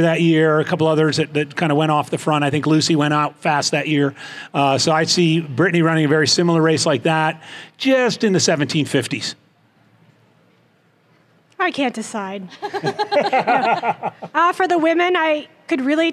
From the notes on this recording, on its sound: These are pre-race interviews recorded live from Olympic Valley before the 2021 edition of the Western States 100.